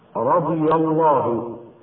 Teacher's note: تفخيم لام لفظ الجلالة لوقوعه بعد فتح